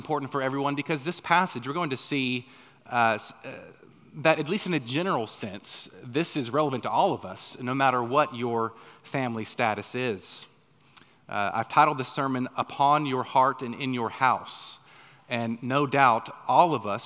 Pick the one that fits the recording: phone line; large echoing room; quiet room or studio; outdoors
large echoing room